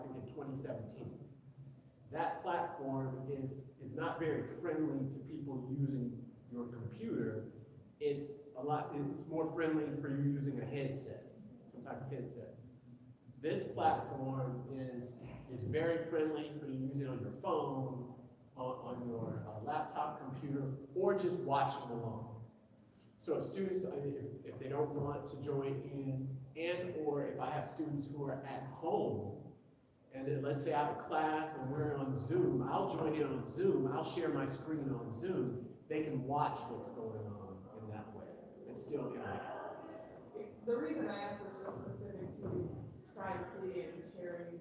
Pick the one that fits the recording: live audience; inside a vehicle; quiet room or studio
live audience